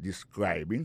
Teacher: Alors, describing, nan, c'est participe présent, verbe to describe, ça nous ka wè là, ça nous constate là, nous ka constate que li a prononcé mwen de describing, accent tombe, sous deuxième syllabe · Term: accent tonique